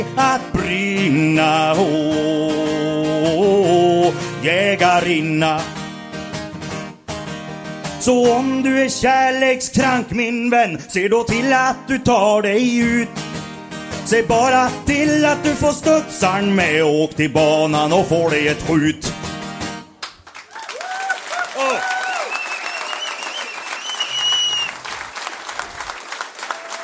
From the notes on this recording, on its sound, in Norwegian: Jegerpodden LIVE Steinkjer. Her kommer Jegerpodden Live fra Steinkjer.